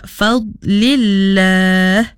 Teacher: di situ dad sukun, jangan dilepas, kena tahankan bunyinya.